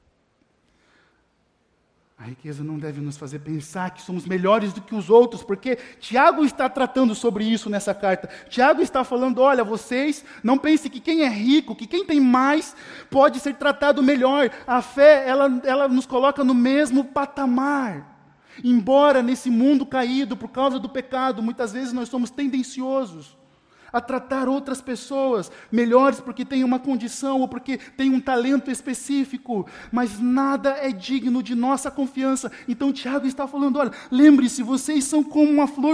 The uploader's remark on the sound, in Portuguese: Mensagem gravada na Igreja Batista Jardim Minesota